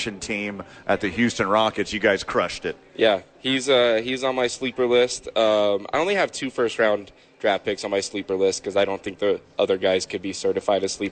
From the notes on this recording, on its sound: live from Red Door Brewery Downtown Albuquerque